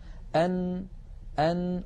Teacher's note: نحن نعلم وكنا قد درسنا في مخارج الحروف أن النون تخرج من طرف اللسان، أن ويصاحب ذلك غنة من الخيشوم الذي هو التجويف الأنفي.